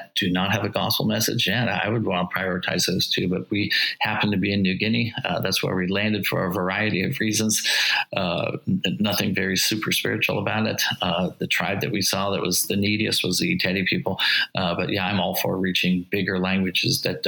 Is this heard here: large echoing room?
no